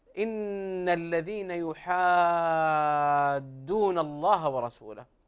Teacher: يحادون هنا مد لازم كلمي مثقل